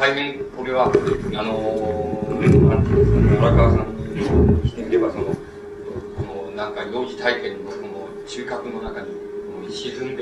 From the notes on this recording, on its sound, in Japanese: 主催：詩誌「無限」事業部 場所：明治神宮外苑絵画館文化教室。録音者の手元でのノイズが入る。